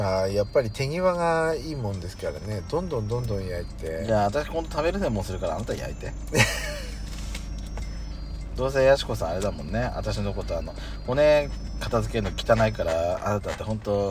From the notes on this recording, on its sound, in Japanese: パーキング収録。遠征レポート福島 #いわき #小名浜。